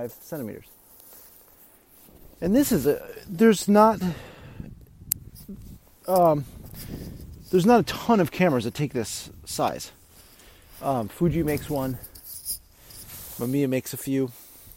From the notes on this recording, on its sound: I decided to just let the audio run while I went out for my entire shoot.